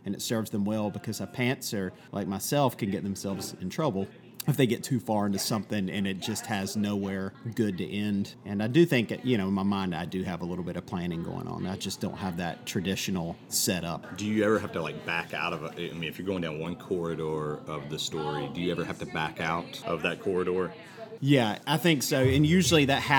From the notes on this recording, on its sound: Thanks to 83 Custom Coffee for letting us record in your little corner. Thanks to 83 Custom Coffee for letting us record in your little corner.